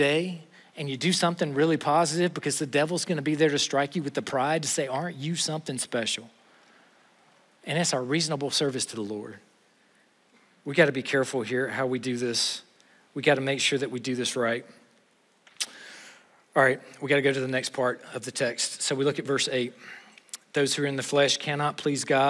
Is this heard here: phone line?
no